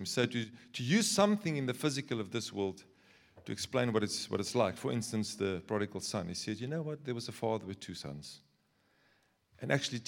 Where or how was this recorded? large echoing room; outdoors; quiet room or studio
large echoing room